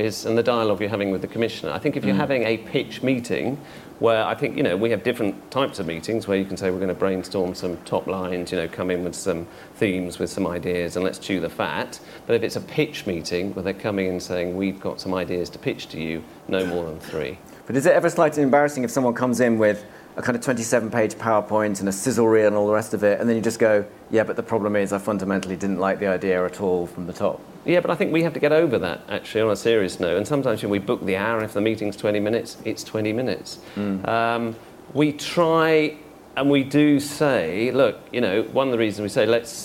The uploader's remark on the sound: bonus episode from the Guardian Edinburgh International Television Festival